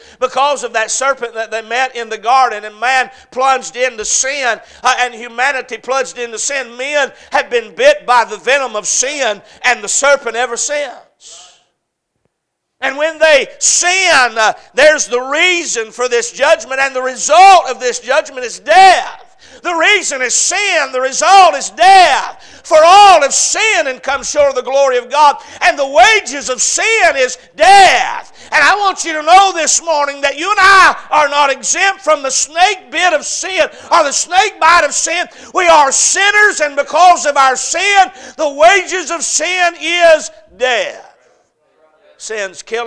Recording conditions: large echoing room